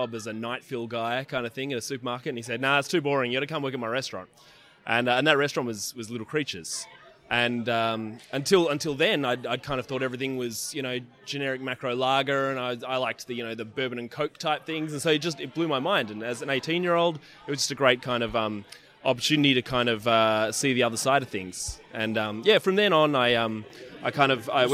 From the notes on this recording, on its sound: A special edition of Radio Brews News, live from the West Australian Brewers Association Craft Brewers Conference.